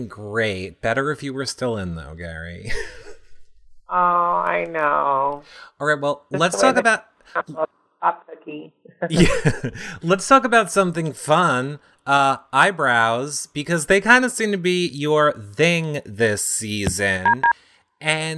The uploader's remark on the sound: Phone interview.